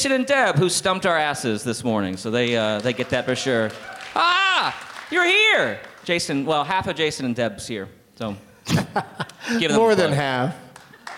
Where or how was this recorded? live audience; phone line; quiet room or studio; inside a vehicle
live audience